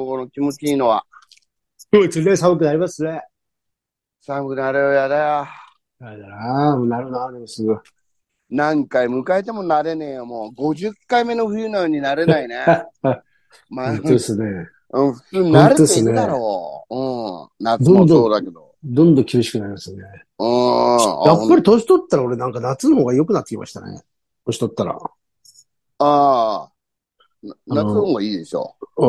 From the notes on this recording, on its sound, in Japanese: ZOOMで収録